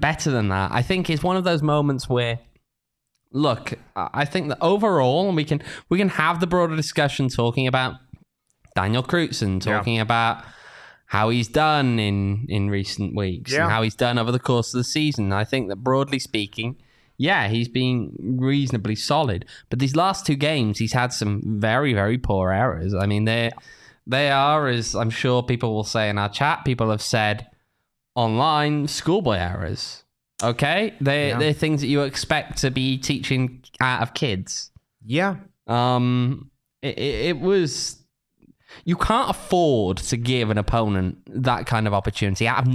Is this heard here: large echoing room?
no